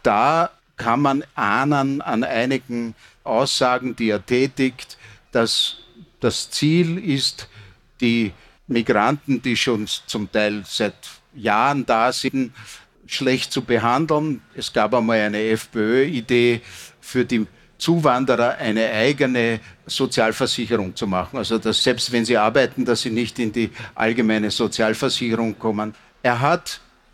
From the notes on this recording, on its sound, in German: live auf der Messe "Buch Wien" diskutiert.